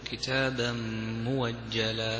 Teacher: تبدل الهمزة المفتوحة بعد ضم تبدل واوا · Term: إبدال